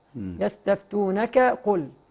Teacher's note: اقصى اللسان فوق اللي هو القاف وتحت اللي هو الكاف